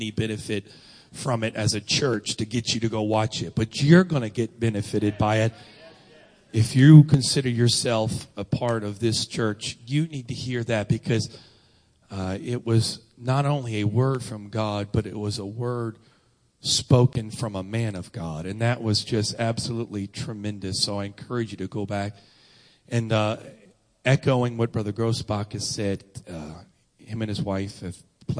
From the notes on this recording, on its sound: Sunday Morning Service. 45th Anniversary Weekend.